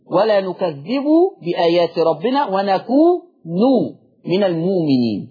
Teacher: يبقى ضم الباء ولا نكذبه وضم النون ونكون